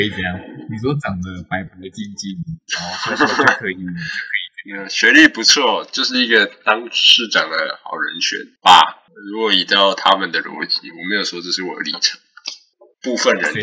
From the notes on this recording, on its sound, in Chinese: 請原諒音質…設備有點問題。